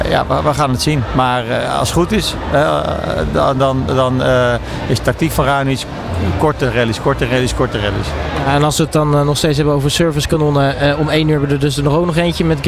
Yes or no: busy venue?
yes